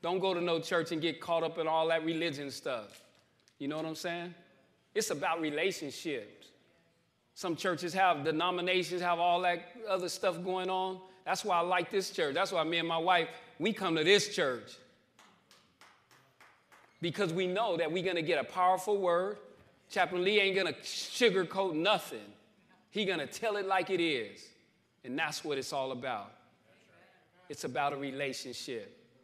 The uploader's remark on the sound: New Freedom Recovery Church Live from New Freedom